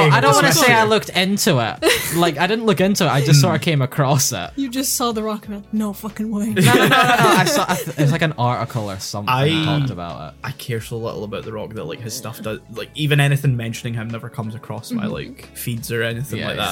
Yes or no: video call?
no